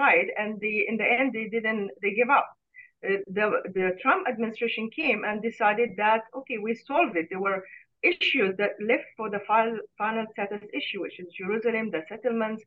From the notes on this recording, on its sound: Live Q&A webinar. Reporting from Tel Aviv.